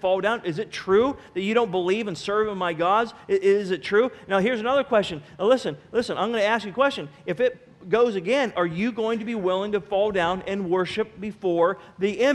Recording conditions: large echoing room